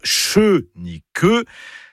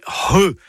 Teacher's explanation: C'est un gros H aspiré. · Shown in: second take · Pensez à un hangar, hein, voilà, comme ça, ça va vous aider.